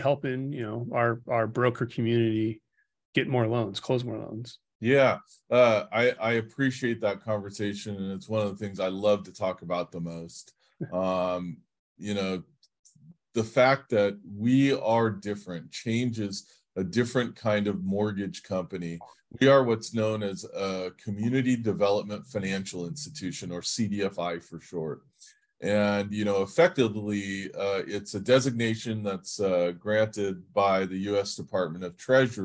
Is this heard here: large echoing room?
no